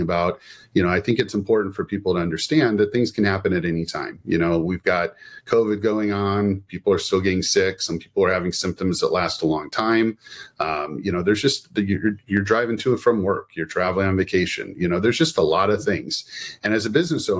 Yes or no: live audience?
no